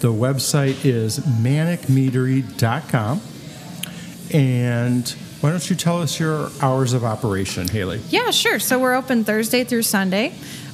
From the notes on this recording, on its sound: Live from Manic Meadery. We wrapped up our third season with an on location tasting at Manic Meadery.